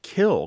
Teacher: some people say the word kiln without the N